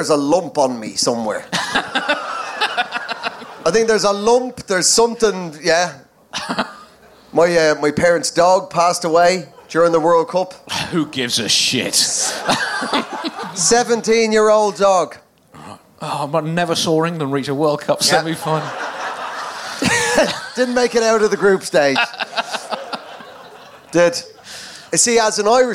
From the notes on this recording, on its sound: Recorded live at Underbelly Festival in London.